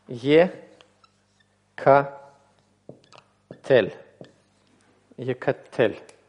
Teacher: У нас возникает характерное сочетание гласных. Это «шва» и «патах». То есть «Екатель».